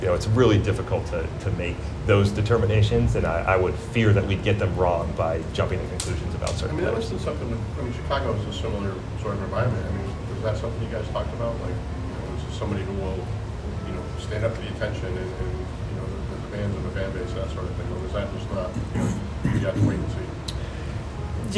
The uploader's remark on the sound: Meets The Media On The Final Day Of The GM Meetings. Meets with the media again on the final day of the GM Meetings. Answers questions from the Boston media.